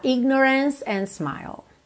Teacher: Prepara o G e já vai pro N